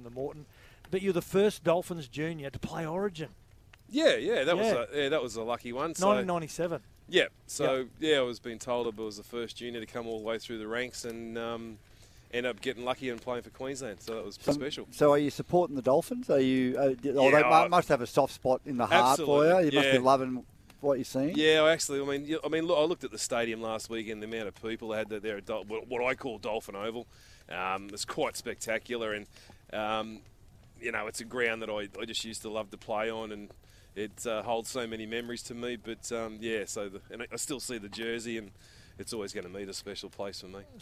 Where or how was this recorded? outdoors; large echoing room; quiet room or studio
outdoors